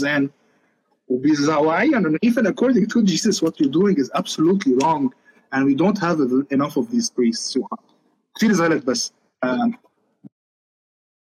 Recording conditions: video call